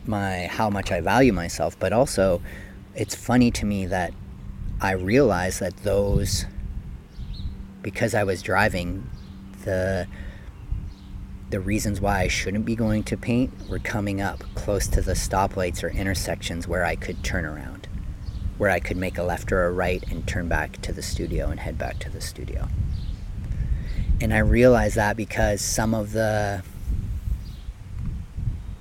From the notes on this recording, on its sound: Recorded Live, Raw, unedited from behind the basilica in Maryhill